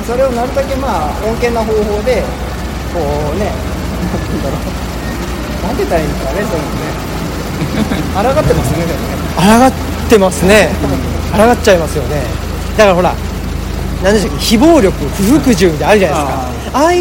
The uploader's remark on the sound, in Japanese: 恒例の街ブラ収録。神戸の海辺、街を歩きながら。